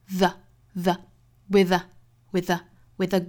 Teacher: 那这里面的 th 它其实是一个浊辅音，所以是 vv，再跟后面连读